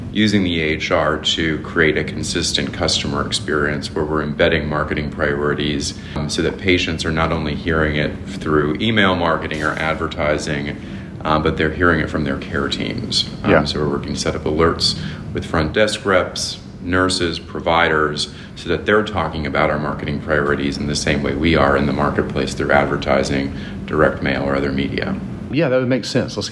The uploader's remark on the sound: Live from HMPS23 in Austin, TX